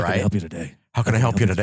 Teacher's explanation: he's very breathy, by the way. He's very close mic'd.